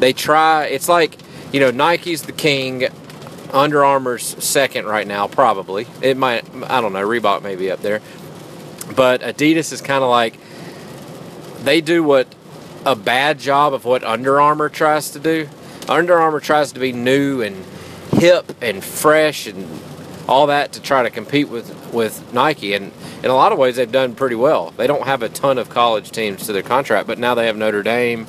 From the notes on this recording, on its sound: while driving through a monsoon.